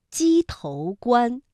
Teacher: 鸡头的头它是有声调的，是读二声。